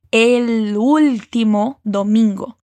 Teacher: conectando esse el, o Lzinho do final, com o U de último, exagerando mesmo nesses Ls.